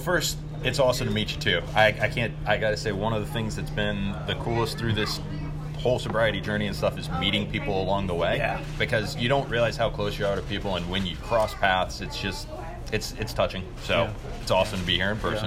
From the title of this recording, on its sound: Interview on location at "Jolly Pirate Donuts"